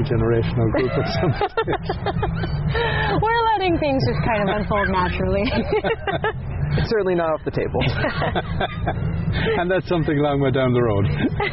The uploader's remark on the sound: In Conversation at Goderich Celtic Roots Festival